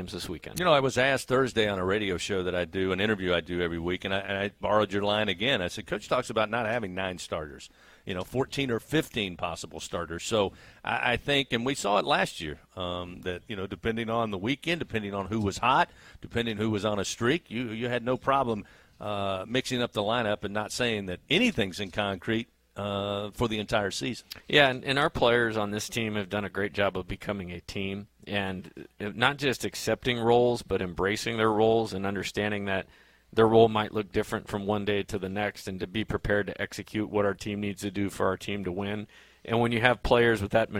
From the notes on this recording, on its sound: A one-hour radio call-in show. Aired live from TJ Ribs on Acadian Thruway.